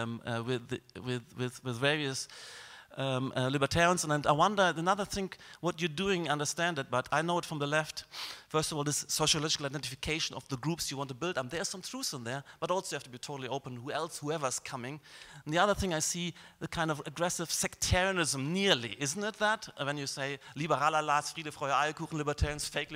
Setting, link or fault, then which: setting, live audience